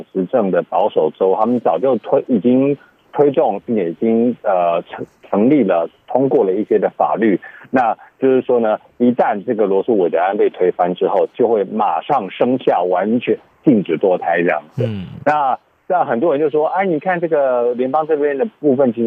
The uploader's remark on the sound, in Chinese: 連線美國之音白宮記者